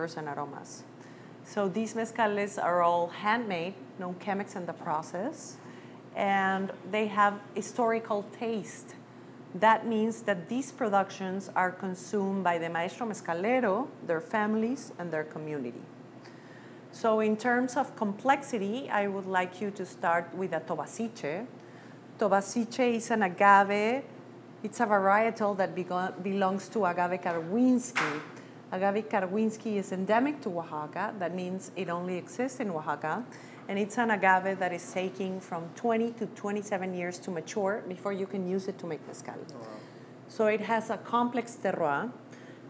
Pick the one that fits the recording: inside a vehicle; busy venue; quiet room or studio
busy venue